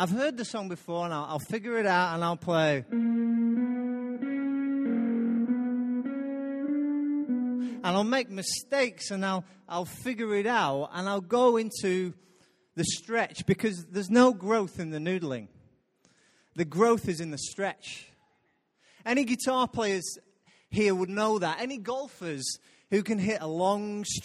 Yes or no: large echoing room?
yes